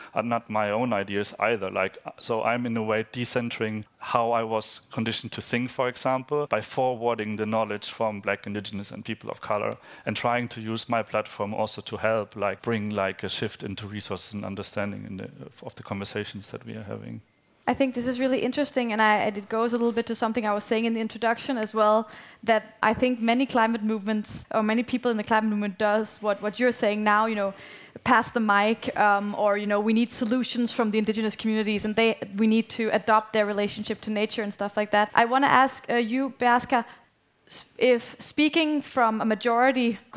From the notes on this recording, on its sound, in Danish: En liveoptagelse af samtalen. Samtalen fandt sted i oktober 2022 på vidensfestivalen GRASP.